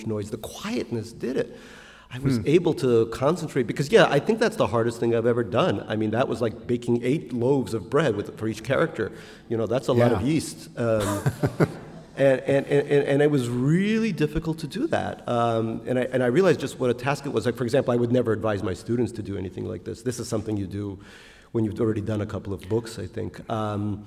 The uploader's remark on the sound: At the Portland Art Museum as part of the 2020 Portland Book Festival.